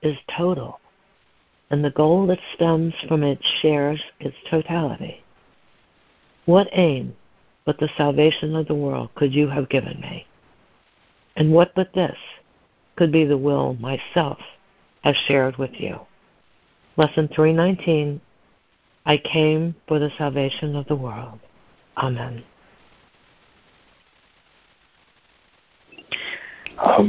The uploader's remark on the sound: ACIM Daily Conference Call